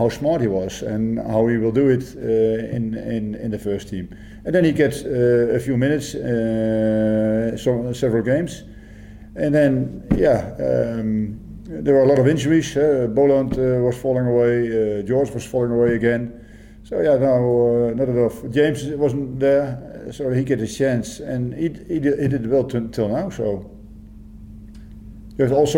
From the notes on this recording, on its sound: Hyundai A-League 2019/20 Round 9. Pre-Match Press Conference.